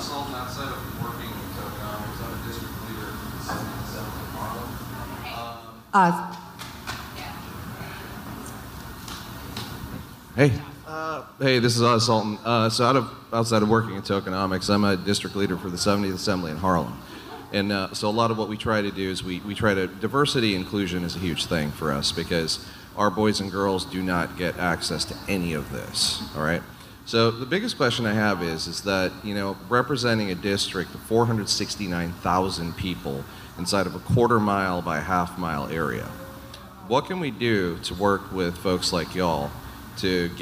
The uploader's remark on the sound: We had the honor of being on a panel with some awesome ladies at NFT.NYC 2022 & we thought we should share some snippets from our conversation. The panelists share their main takeaways with the audience.